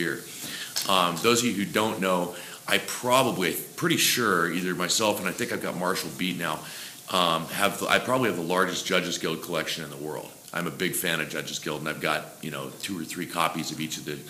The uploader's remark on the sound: For those unable to attend U-Con 2015, we present the OSR Panel Discussion presented there